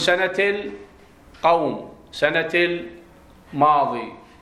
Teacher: لأن هاء التأنيث تلفظ في درج الكلام تاء، وإذا وقفت عليها وقفت على هاء، صحيح؟ سنة إذا تقف عليها تقف هاء، لكن إذا درجتها تقول سنة القوم، سنة الماضي، صحيح؟